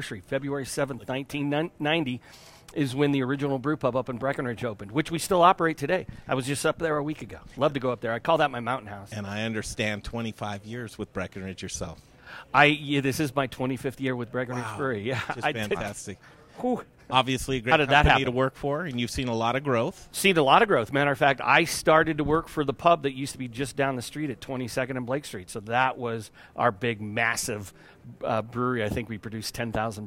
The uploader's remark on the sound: We're live at Blake Street Tavern downtown.